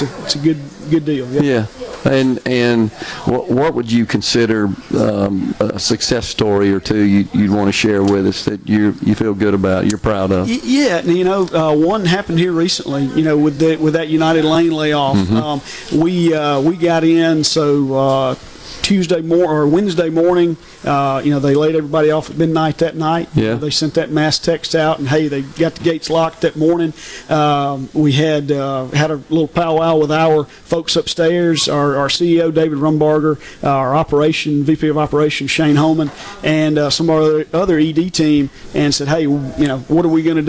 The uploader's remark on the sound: LIVE from Stone's Jewelry in Tupelo collecting blankets and monetary donations to benefit Sanctuary Hospice.